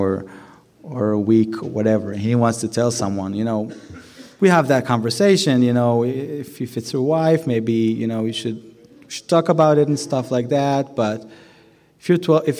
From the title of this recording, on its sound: Keynote Speaker Saturday Night #1 - Design for Living Nashville 2020